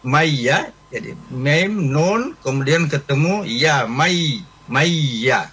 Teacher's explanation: Jadi langsung nunnya masuk ke dalam ya. Nah, itu namanya idgham biguna ya.